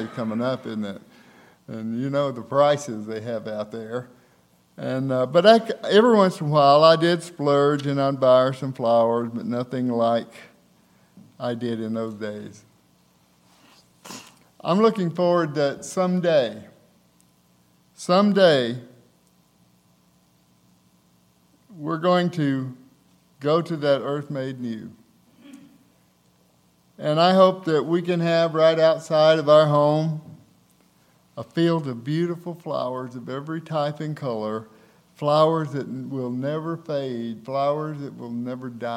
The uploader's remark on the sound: recorded on February 3, 2024, at Ringgold Seventh-day Adventist Church